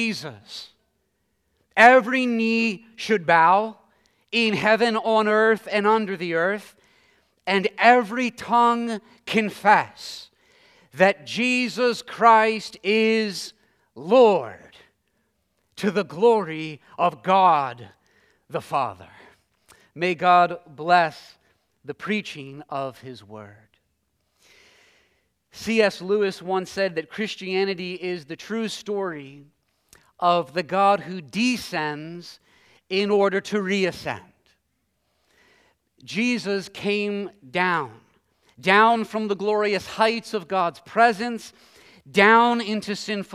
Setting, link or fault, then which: setting, large echoing room